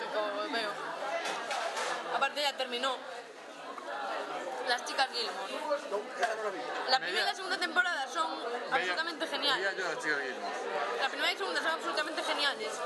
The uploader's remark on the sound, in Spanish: Lo grabamos en un bar,de nuevo. Episodio Grabado en Lugo en una excursión al teatro que hicimos. Lo grabamos en un bar,de nuevo.